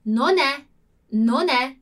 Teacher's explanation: A gente vai juntar esse som final do N junto com o é, como se fosse uma palavra só.